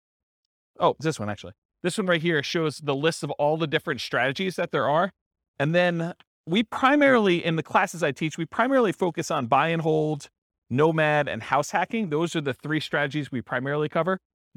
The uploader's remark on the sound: This was a live class recorded